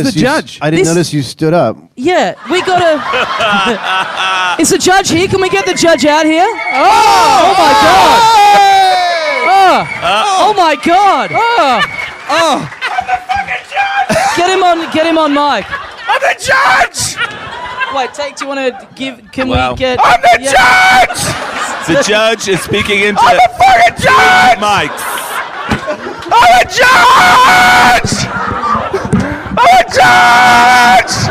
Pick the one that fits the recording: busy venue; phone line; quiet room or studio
busy venue